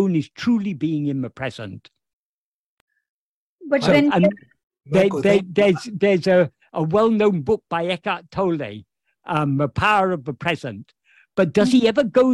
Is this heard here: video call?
yes